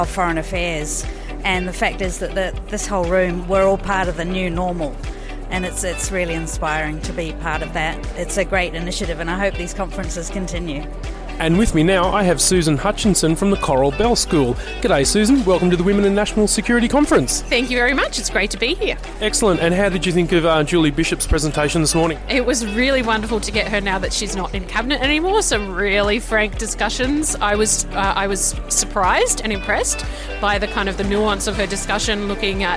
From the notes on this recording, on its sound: Hosted by the ANU National Security College, the Women in National Security Conference is a forum on the participation of women in Australia’s future national security policy and practice. Was recorded on the first day of the conference.